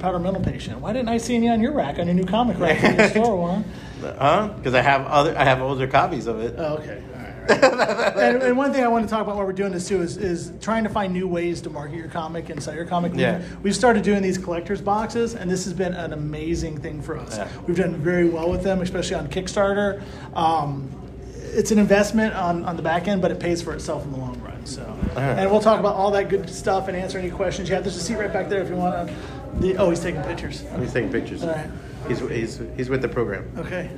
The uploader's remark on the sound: Taped live at BEYOND COMIC-CON